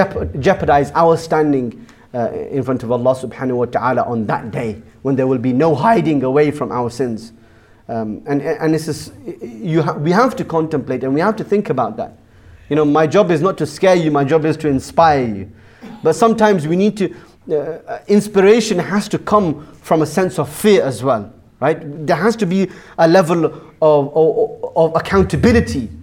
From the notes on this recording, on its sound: Jummah Kuthbah | Friday 6th April 2018 | Bashir Ahmed Masjid Southampton